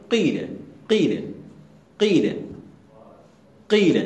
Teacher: فتقول قيل قيل. الثانية إشمام الكسر شيئا من الضم يعني أيضا تكسر ما قبل الألف وأيضا تقلب الألف إلى ياء ولكن تجعل في الكسرة شيء من الضمة